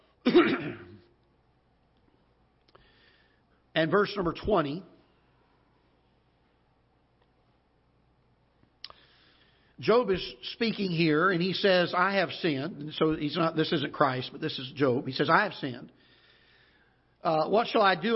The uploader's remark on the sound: Ketha Heights Baptist Church ~ Live Broadcast